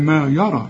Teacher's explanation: الراء هي المفخمة، والمد كمان بتاعها الياء بتتحول إلى ألف مفخمة برضو